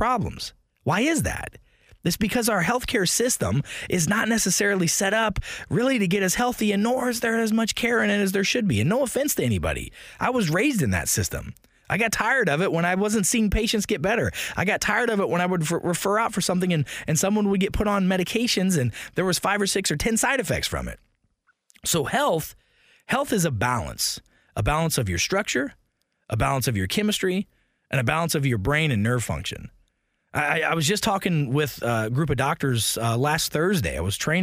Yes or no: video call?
no